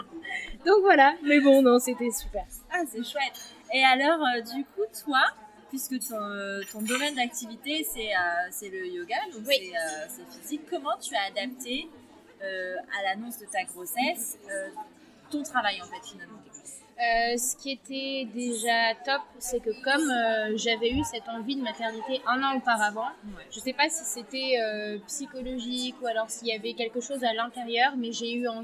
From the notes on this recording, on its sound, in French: Petit mea culpa pour la qualité du son de cet épisode, qui n’est vraiment pas terrible. Les conditions d’enregistrement n’étaient pas optimales.